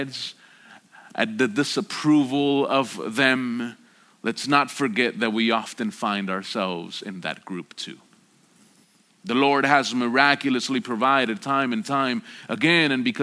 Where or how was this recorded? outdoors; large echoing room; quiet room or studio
large echoing room